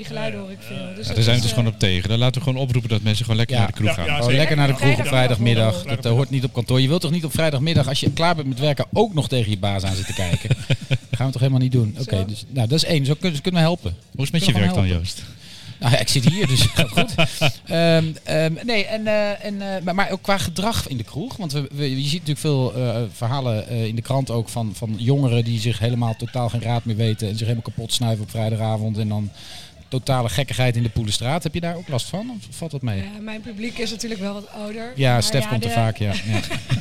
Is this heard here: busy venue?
yes